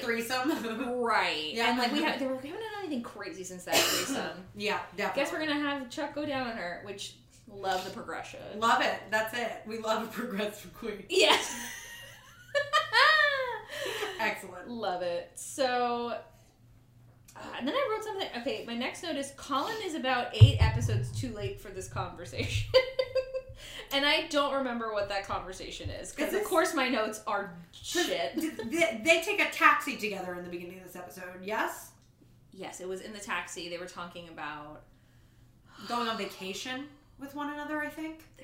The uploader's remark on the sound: Continually hits the mic stand!